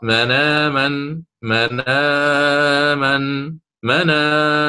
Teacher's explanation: طيب، فهنا منامن فيها ثلاثة البدل للإمام ورش، سيقرأ منامن منامن منامن، قصر توسط إشباع على هذا الترتيب